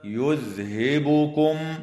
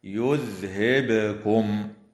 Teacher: كما يفعل بعض المبتدئين خطأ فيقرؤون خطأ هكذا يذهبكم، وهذا خطأ، والصواب القراءة بإسكان الباء مقلقلة · Shown in: second take